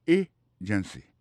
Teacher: Pour mot agency, hein, accent tombé sous premier syllabe là · Term: accent tonique